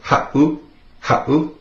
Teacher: If you were to take out that seven, it would be pronounced ha'u. With the seven in there, makes that little glottal stop, that pause.